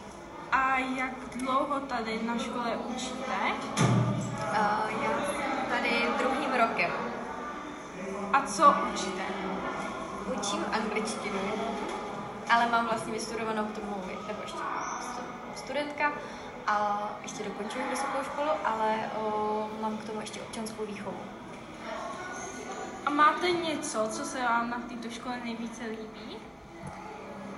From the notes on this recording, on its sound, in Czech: live rozhovory s návštěvníky školy přímo v jejích prostorách